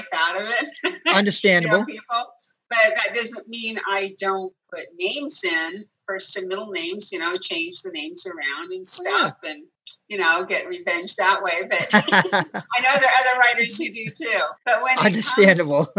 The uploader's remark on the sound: zoom interview